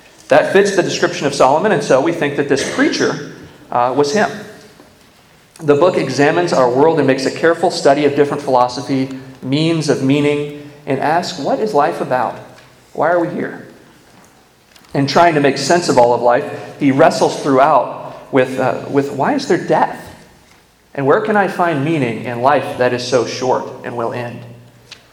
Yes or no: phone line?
no